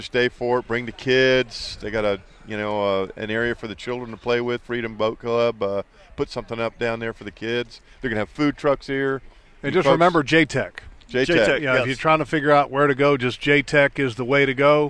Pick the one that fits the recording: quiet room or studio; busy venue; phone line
busy venue